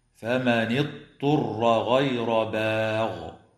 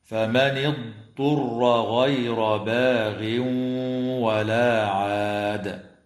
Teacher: قراءة كلمة اضطر بضاد ساكنة ليست مقلقلة وبعدها طاء مضمومة مخففة · Shown in: second take